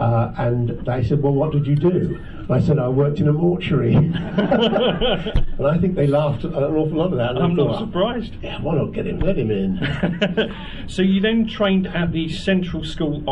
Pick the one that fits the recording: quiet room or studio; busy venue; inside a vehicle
busy venue